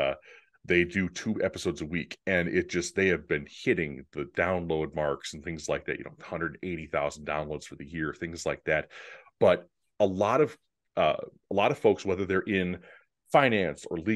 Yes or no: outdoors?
no